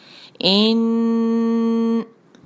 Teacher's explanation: نون پر ہے شدہ، تو ہم کریں گے غنہ، اور غنہ کو دو حرکہ